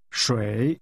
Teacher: Water is pronounced with a falling, rising tone.